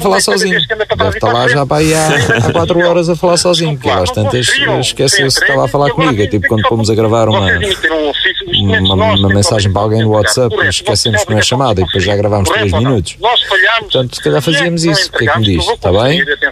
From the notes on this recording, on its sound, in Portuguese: RFM - Telefonema.